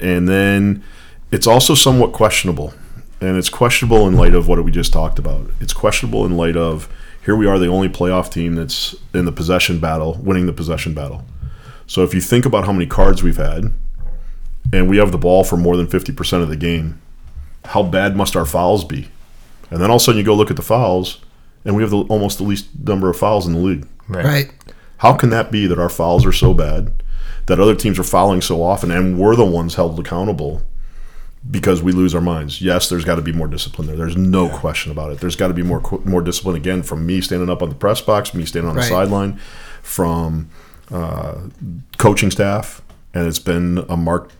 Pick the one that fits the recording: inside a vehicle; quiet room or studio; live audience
quiet room or studio